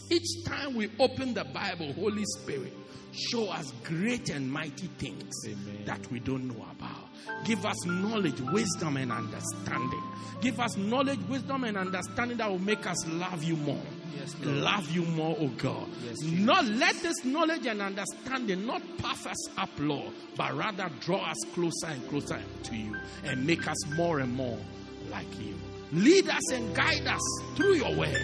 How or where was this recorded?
large echoing room